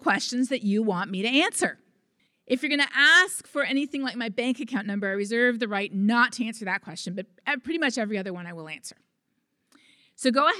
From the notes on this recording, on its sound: RECORDED: Wednesday, September 11th, 2019 at the Wendy Williamson Auditoroum. RECORDED: Wednesday, September 11th, 2019 at the Wendy Williamson Auditoroum. Features local lectures and forums recorded at public events taking place in Southcentral Alaska.